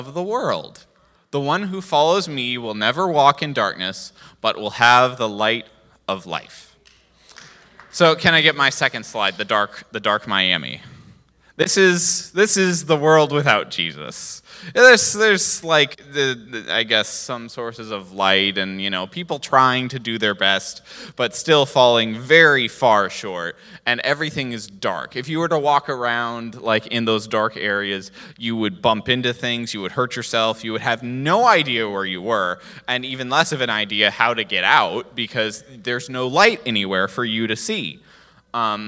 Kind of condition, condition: setting, large echoing room